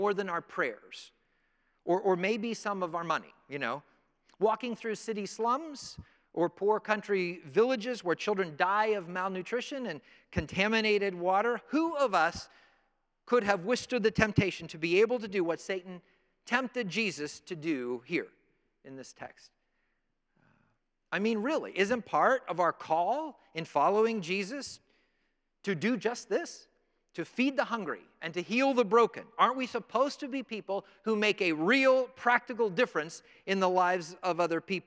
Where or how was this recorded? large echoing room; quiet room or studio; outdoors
large echoing room